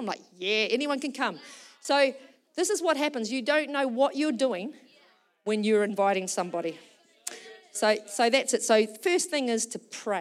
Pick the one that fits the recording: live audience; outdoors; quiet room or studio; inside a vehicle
live audience